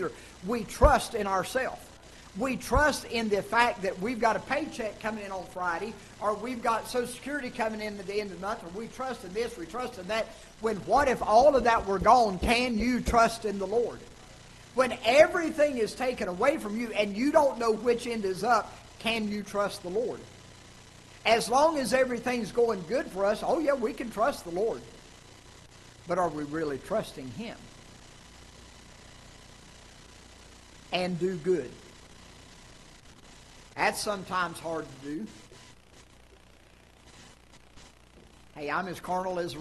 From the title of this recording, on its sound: Ketha Heights Baptist Church ~ Live Broadcast